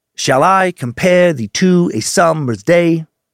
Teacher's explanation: an unstressed syllable followed by a stressed syllable or a short syllable followed by a long symbol, syllable. · Term: iambic pentameter